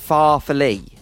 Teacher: emphasis on the first syllable, same pattern as totally